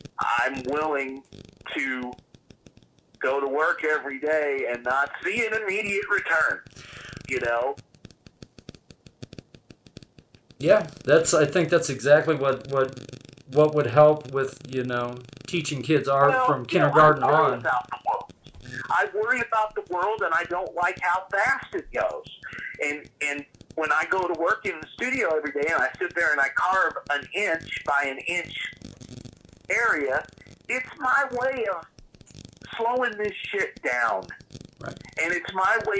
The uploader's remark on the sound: This is a raw interview presented because sometimes the conversation is more important than the quality of the audio.